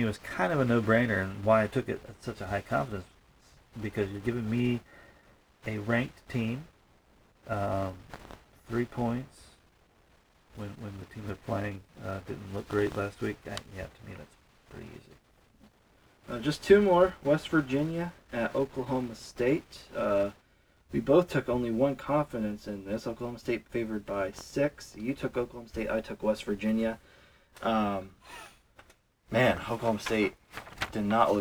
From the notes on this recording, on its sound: The sound kinda blows. That is why the sound is, as stated on Beavis and Butthead....Raw and Vital.